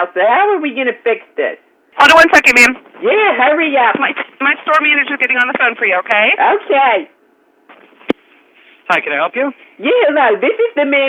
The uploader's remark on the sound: RBCP's Personal Prank Phone Calls Collection